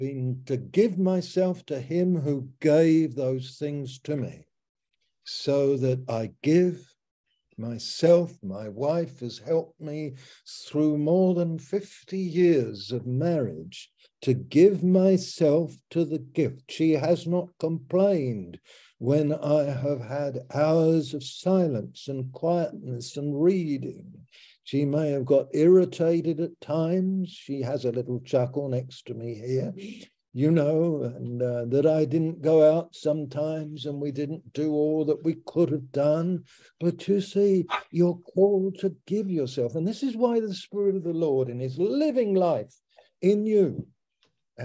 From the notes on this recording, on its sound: Malaysia Meets (Zoom).